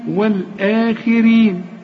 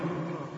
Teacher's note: الخاء في آخر درجات التفخيم، والآخي والراء مدام مكسورة تبقى مرققة، إذا كانت مفتوحة نفخم.